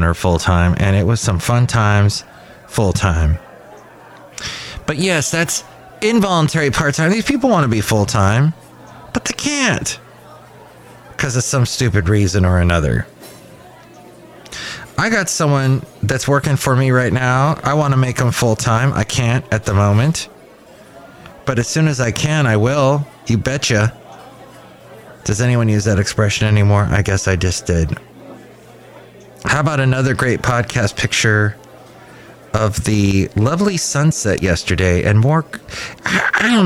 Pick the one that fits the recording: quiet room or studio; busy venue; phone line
busy venue